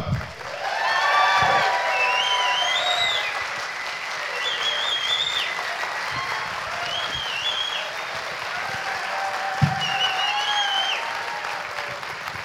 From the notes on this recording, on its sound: recorded at this year's Sci Fi Weekender 6